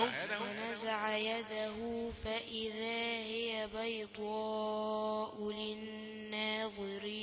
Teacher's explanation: المد في بيضاء ده مد أقل حاجة فيه أربعة. فأنت جبت كده ثلاثة ونص.